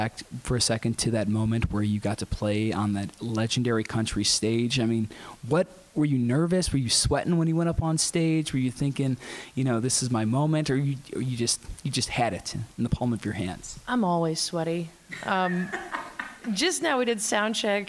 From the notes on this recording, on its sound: Live at Chicago’s Apple Store before her intimate Apple Music’s Up Next Live performance.